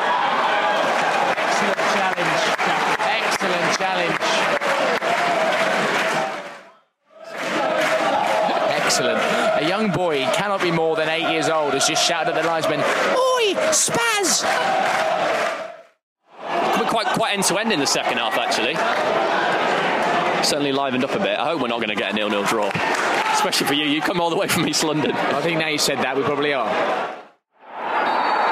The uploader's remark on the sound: We also bring you our unique commentary on the game as it unfolds. Live from 'The Griffin' pub.